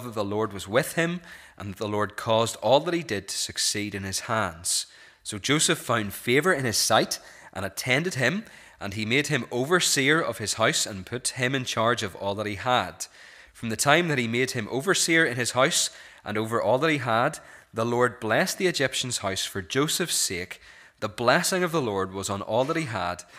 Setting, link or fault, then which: setting, large echoing room